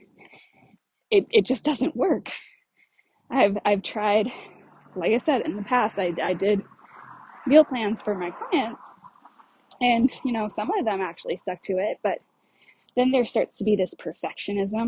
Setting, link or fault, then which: setting, outdoors